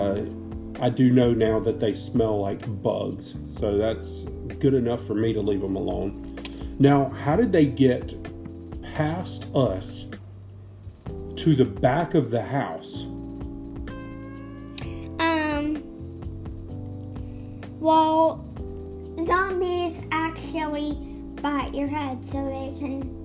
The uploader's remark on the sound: Recorded on my work iPad at the dining room table.